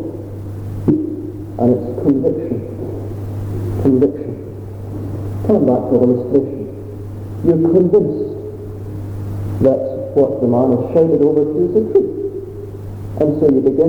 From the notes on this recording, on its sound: Apologies for the sound quality